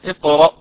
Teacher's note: أما السكون الأصلي هو الذي يثبت أصلا ووقفا، مثال اقرأ باسم ربك الذي خلق، لو قلنا اقرأ ووقفنا عليها ظهر السكون على الهمزة الثانية الأخيرة، ولو قلنا اقرأ باسم ربك الذي خلق وصلناها بما بعدها أيضا السكون تثبت وتبقى.